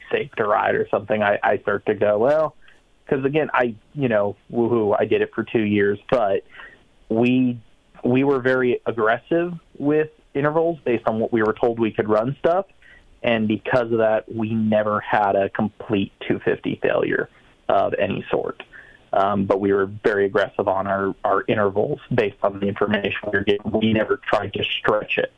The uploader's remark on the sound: In-Studio. We got him on the phone. Calls in for the first time in a good while.